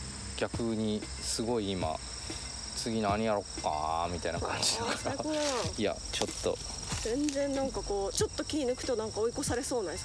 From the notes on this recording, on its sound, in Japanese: 今回は、畑の中に鈴なりの柿をどんどこもぎながらの収録。柿作業に夢中で、話題は断続的。